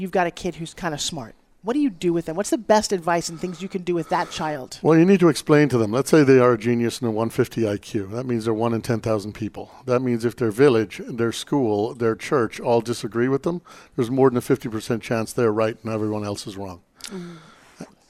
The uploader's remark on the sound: Live at CWC2017. Broadcast Live form the Largest Women's conference in the USA. We will be live for 2 days bringing you all the event action, keynote speakers and VoiceAmerica hosts.